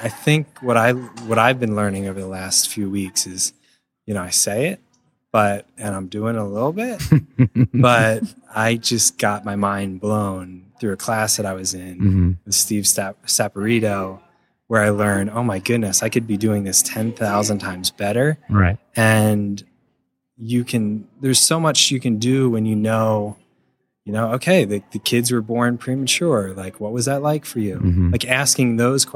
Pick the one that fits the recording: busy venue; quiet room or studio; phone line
busy venue